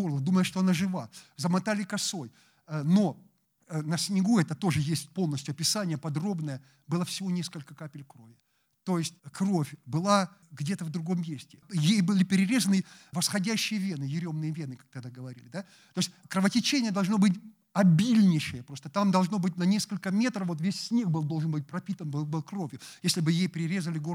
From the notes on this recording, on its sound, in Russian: Лекция в рамках XXVI Международных писательских встреч. Дом культуры «Ясная Поляна».